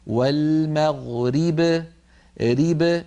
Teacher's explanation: من جملة ذلك في الآية الأولى لما قرأنا قبل المشرق والمغرب، هذه لما نقف عليها كثير من إخواننا لما يقفون يقولون والمغرب ري، فبدلا من أن يكسروا الراء كسرا كاملا ينطقونها راء ممالة ري والمغرب، هذا لا يصح، علينا أن نقول والمغرب ريب بكسر الراء كسرا كاملا